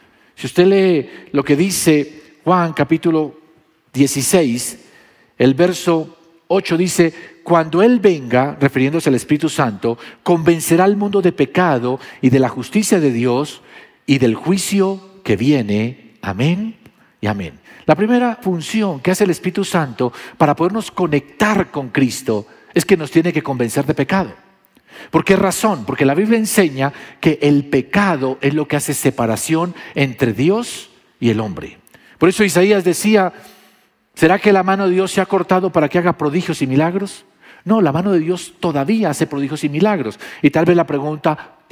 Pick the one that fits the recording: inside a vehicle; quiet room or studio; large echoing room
large echoing room